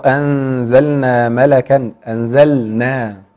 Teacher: ولو أنزلنا غنة الإخفاء مرققة